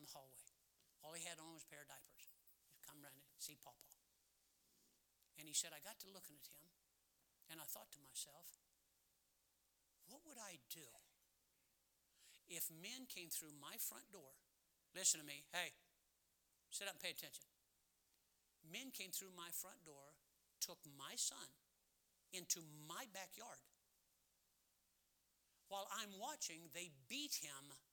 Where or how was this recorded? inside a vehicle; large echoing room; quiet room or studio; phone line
large echoing room